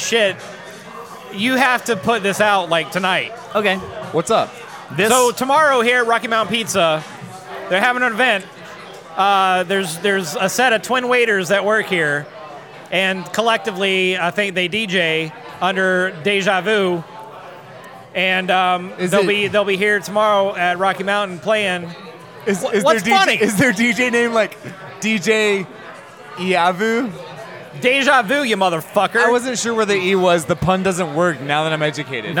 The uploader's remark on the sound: recorded at Rocky Mountain Pizza in Atlanta, GA!